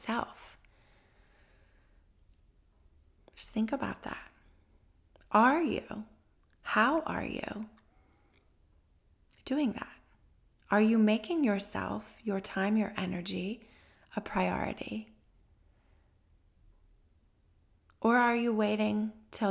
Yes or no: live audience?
no